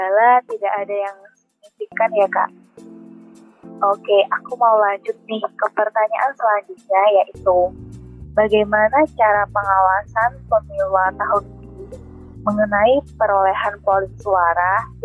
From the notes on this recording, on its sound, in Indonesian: hanya bisa melambai via zoom meeting